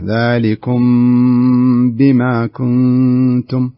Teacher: الميم الساكنة ذلكم إذا أتى بعدها حرف الباء يكون في إخفاء